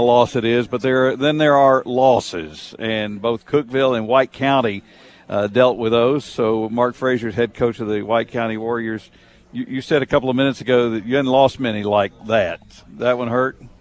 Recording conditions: busy venue